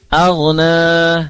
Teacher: ghain sukun diawali huruf berharokat fathah dan dhamma, dia dilafazkan tebal